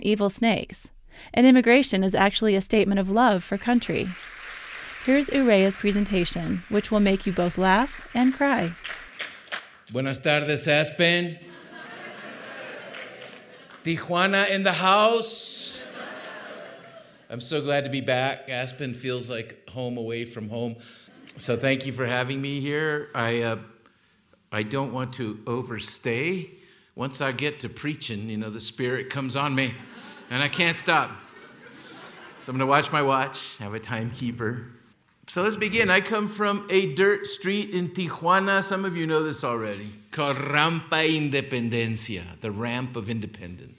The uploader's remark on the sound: Held on stage in Aspen, Colorado as part of an Aspen Words lecture series. Held on stage in Aspen, Colorado as part of an Aspen Words lecture series.